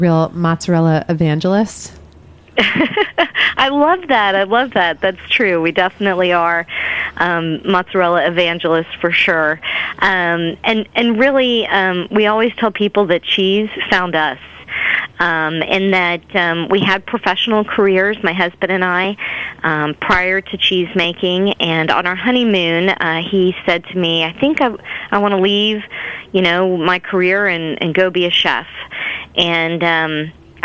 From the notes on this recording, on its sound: on the phone